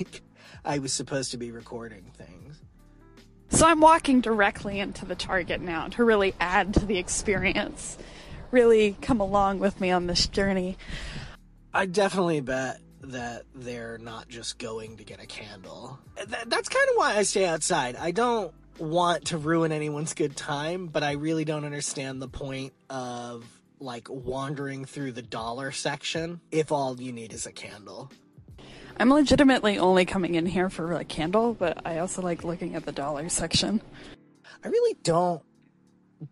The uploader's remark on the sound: Sometimes, it’s just kinda hard to talk in the car. It's a minisode field trip!